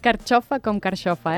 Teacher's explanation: una sibilant, que xiula, palatal, que fas contacte amb la llengua, el paladar dur, i és sorda en posició tan inicial de mot com postconsonàntica